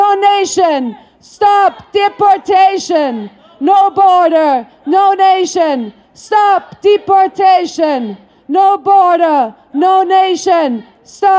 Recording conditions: outdoors